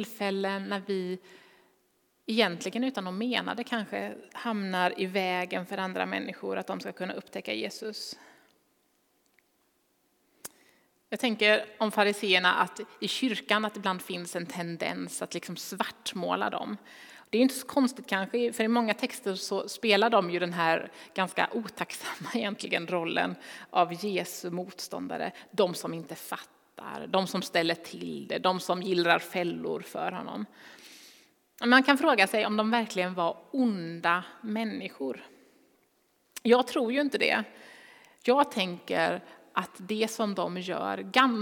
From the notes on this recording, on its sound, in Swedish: Inspelning från Immanuelskyrkan Skövde.